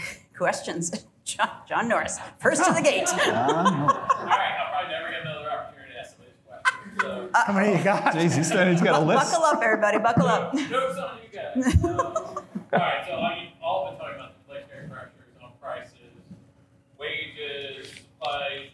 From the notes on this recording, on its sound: At skucamp in Austin, Texas, we held an interview on stage.